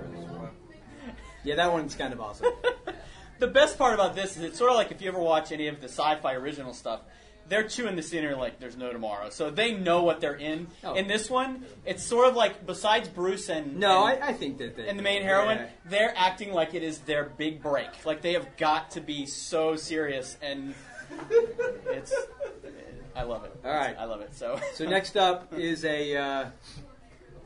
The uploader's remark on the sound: PariahCon 2012 Panel. A convention held in central Florida.